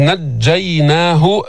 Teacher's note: إذ نجيناه، الجيم مشددة، الجيم تخرج من وسط اللسان مع ما يحاذيه من الحنك الأعلى